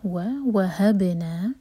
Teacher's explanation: پہلا واؤ الگ ورڈ ہے اور سیکنڈ واؤ ورڈ کا پارٹ ہے، تو سیکنڈ واؤ پر زور دے کے پڑھا جائے گا